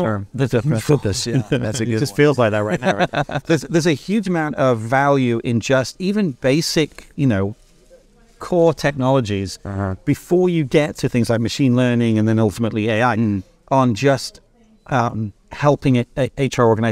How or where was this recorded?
busy venue